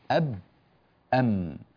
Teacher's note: الشفتان معا بانطباق، انطباقهما معا يخرج الباء والميم